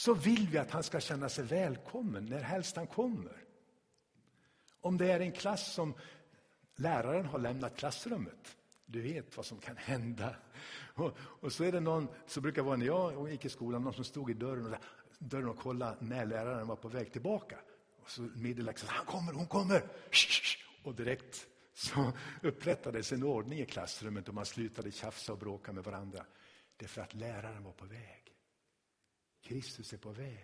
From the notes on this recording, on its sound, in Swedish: Inspelad i Tabernaklet i Göteborg